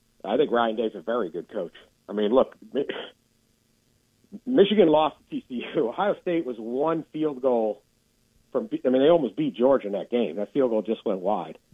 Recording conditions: phone line